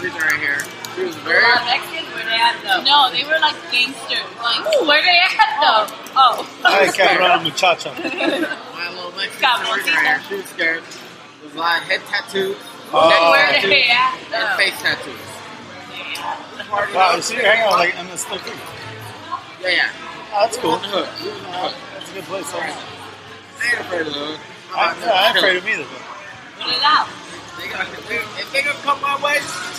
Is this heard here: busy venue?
yes